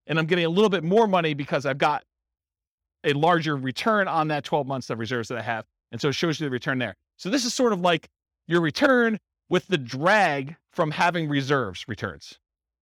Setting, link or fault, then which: setting, live audience